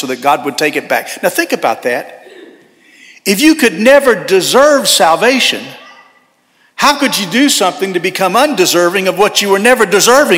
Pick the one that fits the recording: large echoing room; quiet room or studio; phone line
large echoing room